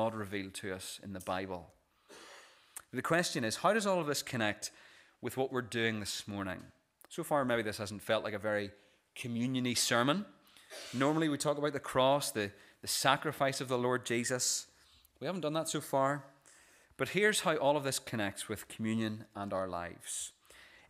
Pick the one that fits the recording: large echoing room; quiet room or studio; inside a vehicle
large echoing room